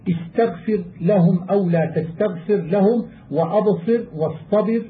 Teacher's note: فلا خلاف في ترقيق الراء في ذلك كله لوقوعها ساكنة بعد الكسر، ولا اعتبار بوجود حرف الاستعلاء بعدها في هذا القسم لانفصاله عنها، وذلك نحو فاصبر صبرا وأنذر قومك ولا تصاعر خدك، والله تعالى أعلم.